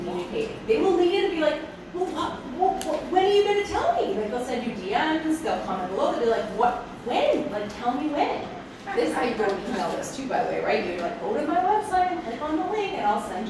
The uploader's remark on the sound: This episode is a recording from our February 2024 In-Person Event held in Calgary, Alberta.